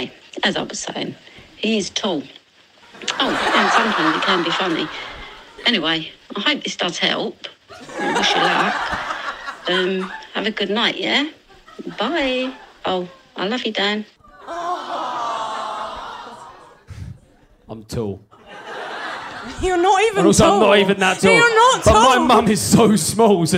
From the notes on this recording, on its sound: The recording of the LIVE Single Sounds show